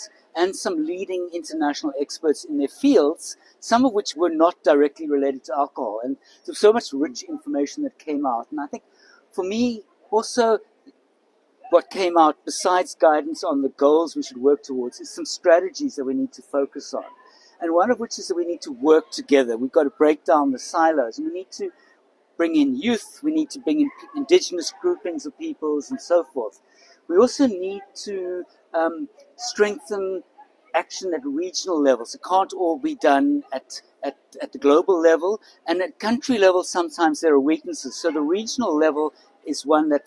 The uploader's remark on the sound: We spoke to a number of the attendees at the 7th Global Alcohol Policy Conference in Cape Town.